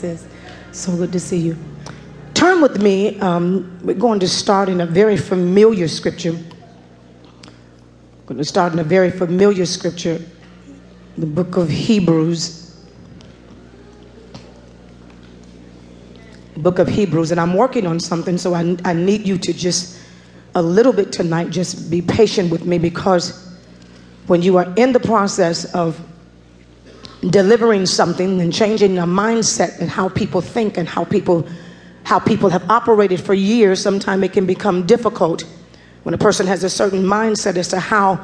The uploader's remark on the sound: Preached at New Greater Bethel Ministries in Queens, New York